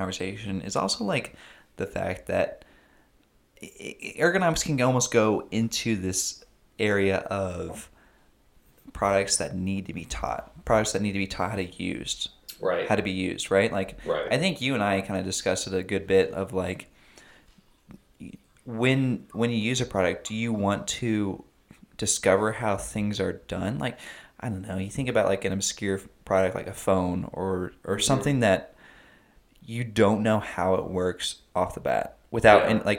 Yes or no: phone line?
no